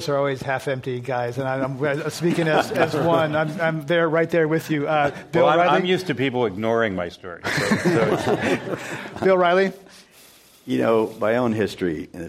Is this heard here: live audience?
yes